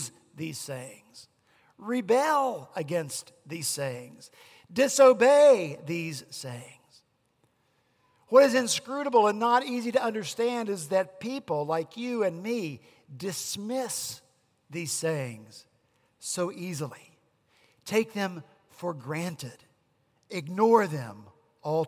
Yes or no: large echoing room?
yes